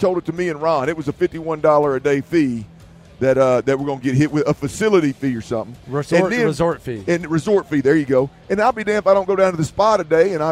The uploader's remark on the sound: In The Loop LIVE In Vegas Day 3! Live from Radio Row.